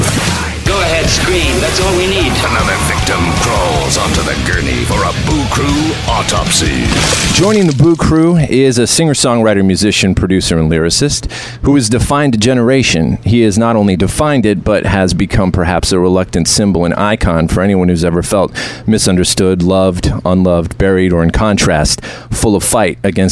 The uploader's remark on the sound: We take you live to the tour bus